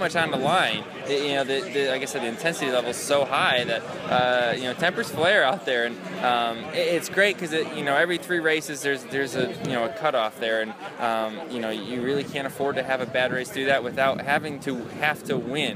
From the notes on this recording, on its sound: at the Dover/Pocono Softball game in Trenton